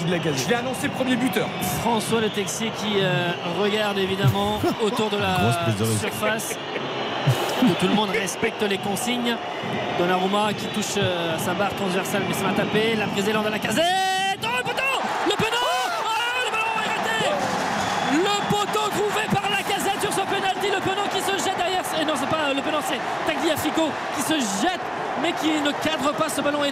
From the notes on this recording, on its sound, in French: Pour trois heures de direct. En direct du Parc des Princes.